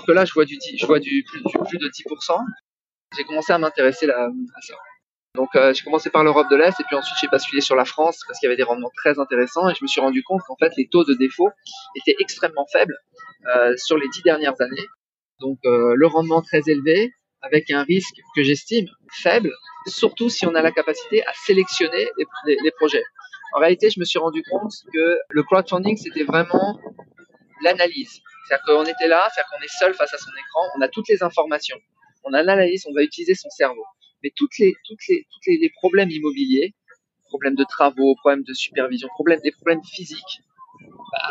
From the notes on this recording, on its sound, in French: À Bali, à quelques mètres de la mer, assis à la terrasse d'un café. La contrepartie de ces terribles conditions de vie est que la qualité sonore de cet épisode est inférieure à ce que vos oreilles d’auditeurs assidus méritent.